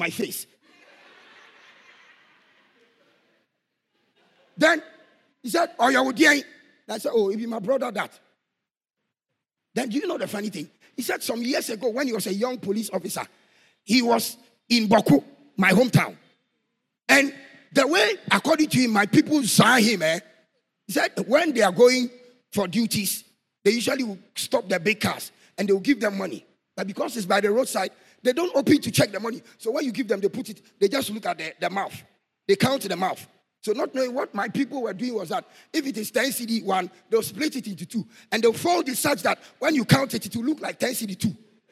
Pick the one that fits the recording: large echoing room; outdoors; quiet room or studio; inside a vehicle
large echoing room